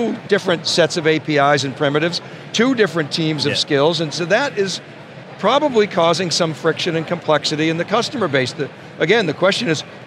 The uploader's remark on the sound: live from our coverage of AWS Summit New York 2022